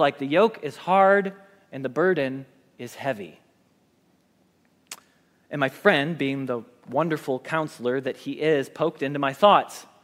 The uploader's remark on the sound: Message Preached at Valley Creek Church